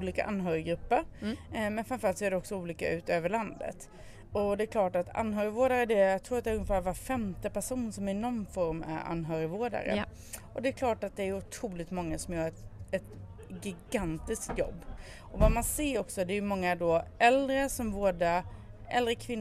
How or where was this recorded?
busy venue